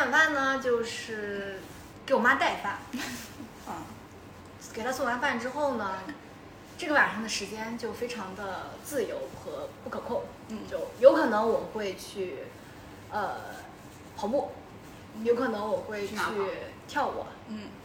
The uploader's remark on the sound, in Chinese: 第一期录制和剪辑都很粗糙